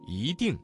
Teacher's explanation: 这个词当中的一在四声之前，它的读音就变成了二声 · Term: 语流音变